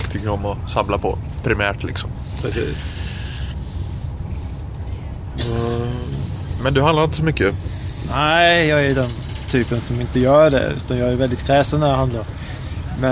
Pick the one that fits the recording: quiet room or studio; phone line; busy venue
busy venue